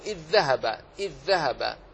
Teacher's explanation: فقد ذهبت الذال الأولى وما بقيت إلا الثانية مشددة · Term: الإدغام